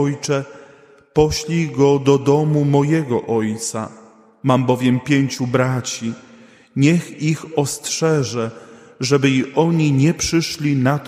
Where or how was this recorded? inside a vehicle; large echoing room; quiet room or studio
large echoing room